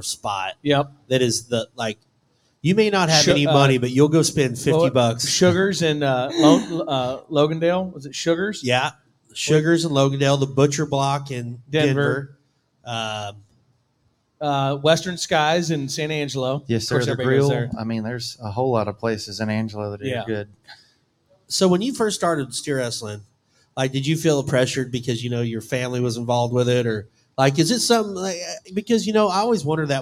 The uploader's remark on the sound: joined us live at Brewster Street Pub in Corpus Christi for the Buc Days WCRA Rodeo!